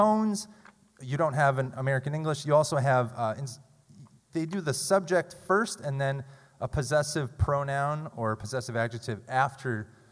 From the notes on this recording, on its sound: Every storyteller brought their A game to the Academy of Music in Northampton for our final Story Slam of the season.